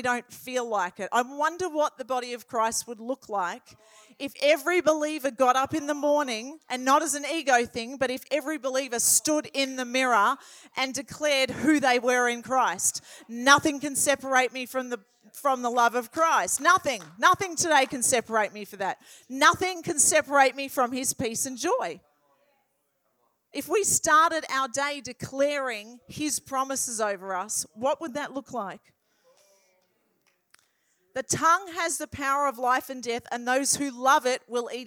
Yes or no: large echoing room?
yes